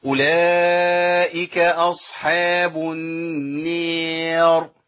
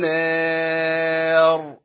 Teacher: يبقى أنا محتاج أن أنا أخلي صوت المد ماشي في اتجاه واحد، النار، والراء عندي مفخمة، ما قلتش النار، ما تنفعش، الراء هنا مفخمة، ليه؟ لأنها ساكنة بعد ألف · Shown in: second take